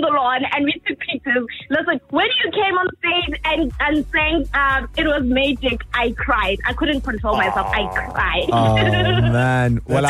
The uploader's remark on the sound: Makes super-fan cry with surprise phone call. Live in the studio. They then decided to phone a super fan who won tickets to the concert.